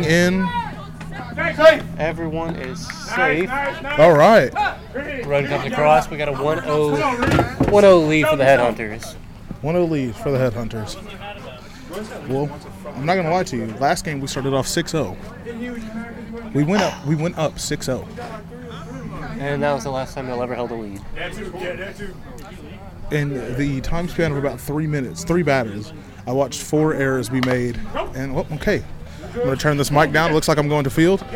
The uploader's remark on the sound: live from the dugout during the softball game